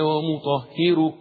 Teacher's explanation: الراء دي حكمها الورش مرققة لأنها مضمومة مسبوقة بحرف مكسور